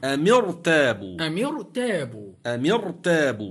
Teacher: حرك آخرها بالكسر لالتقاء الساكنين الميم والراء فتفخم